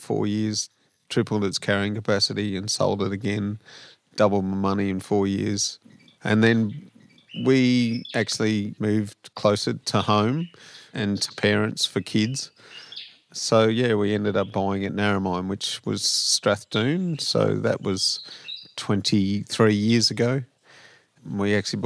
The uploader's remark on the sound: outside on the verandah at “Wirrigai” to have this chat.